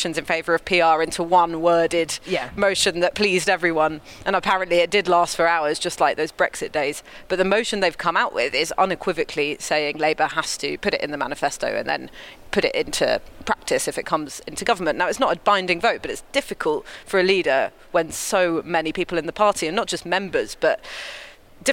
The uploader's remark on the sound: Report from the Labour Party conference in Liverpool.